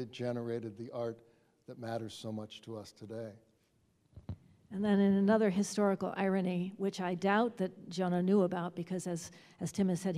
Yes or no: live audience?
yes